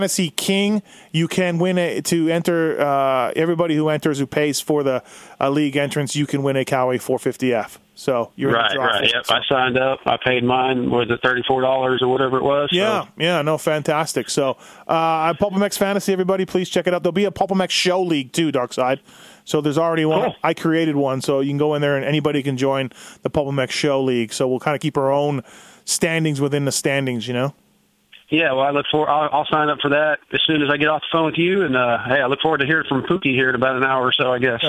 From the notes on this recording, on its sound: After a couple in studio guests had pressing issues come up, why not have a bunch of long form phone guests hosts tonight? Phone in with the guest host appearances to add a different dynamic to the show.